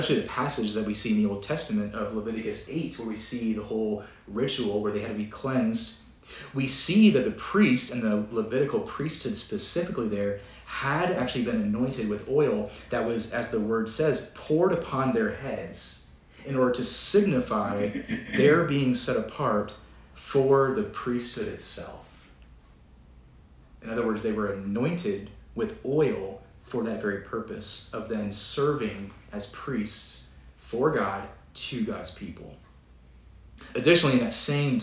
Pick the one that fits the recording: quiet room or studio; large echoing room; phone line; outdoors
large echoing room